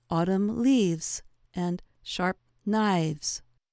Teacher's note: Sometimes a consonant changes, as with words that end in an F sound, such as leaf. The voiceless sound f takes on a voiced quality, or v, and an s sound is added to the word.